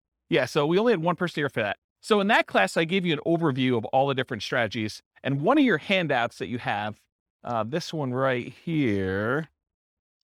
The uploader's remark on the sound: This was a live class recorded.